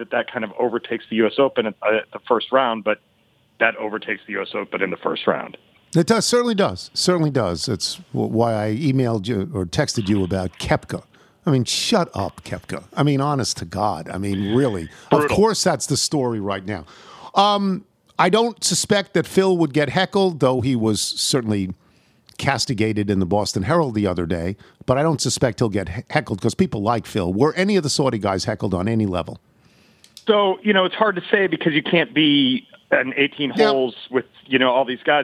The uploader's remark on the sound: phones in from Brookline